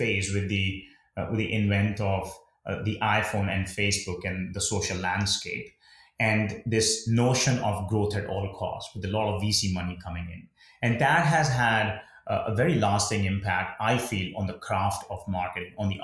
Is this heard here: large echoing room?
no